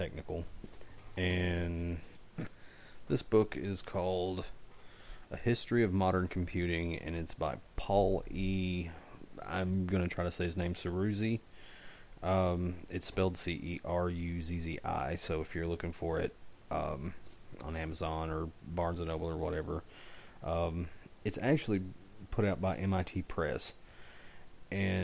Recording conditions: uneven or low level